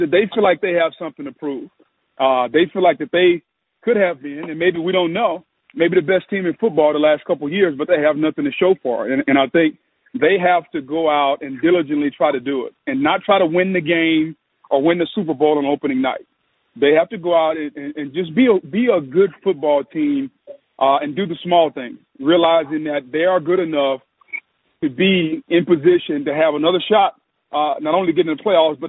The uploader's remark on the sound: MNF Conference Call.